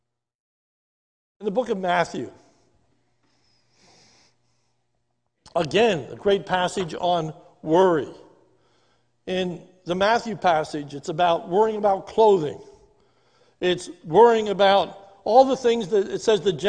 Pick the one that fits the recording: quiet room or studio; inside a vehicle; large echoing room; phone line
large echoing room